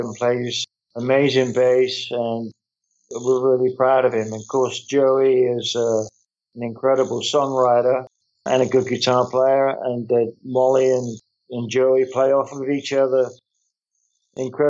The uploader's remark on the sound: jumped on a Skype call for an interview